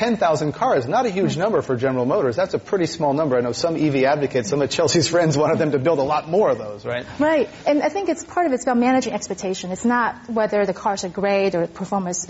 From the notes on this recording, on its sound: This program was recorded in front of a live audience at The Commonwealth Club in San Francisco on April 23, 2012